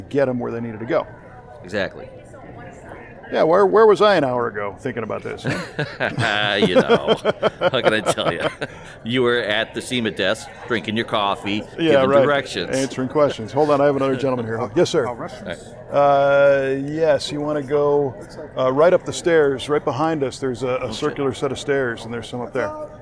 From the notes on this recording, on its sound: This was recorded in the Grand Lobby of the Las Vegas Convention Center a couple days before show opening. Chat before the opening of the 2019 SEMA Show in Las Vegas. Yes, people asked him where the restroom is.